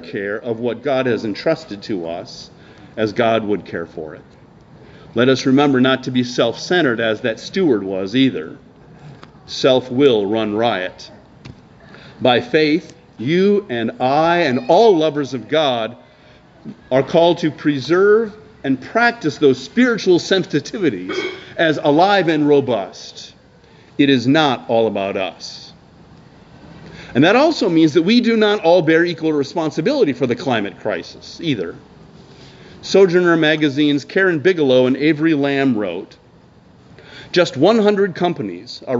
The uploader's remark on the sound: preached outdoors at Lorel Park in Skokie